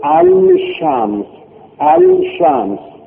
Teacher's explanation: حرف بعد ادغام بشه، حرف بعد تشدید میگه، مثلا الشمس، الشمس، لامه میشه شی، لام ادغام میشه، بدل به شی میشه، میشه اش شمس